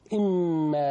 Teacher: إما الميم مشددة تغن مقدار حركتين